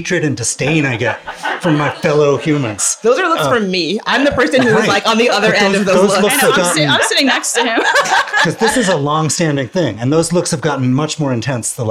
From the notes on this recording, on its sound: Joins us at our live taping at Sonny’s Pizza.